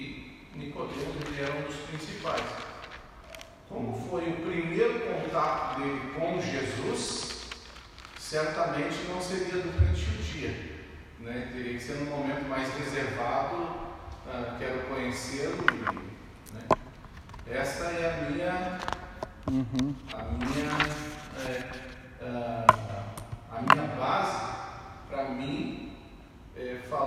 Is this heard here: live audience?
yes